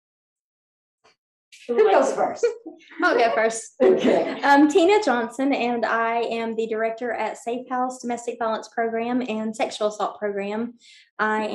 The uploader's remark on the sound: It took place via Zoom. Produced by the McKinney Center in Jonesborough, Tennessee.